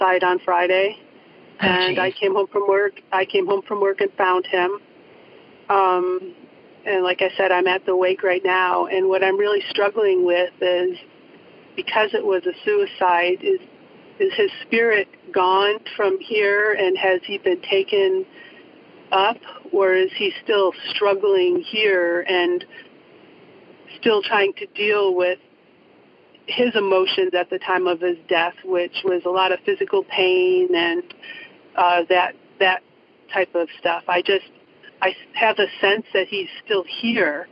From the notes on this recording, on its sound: His widow called. Then a man who was not feeling well called from NYC.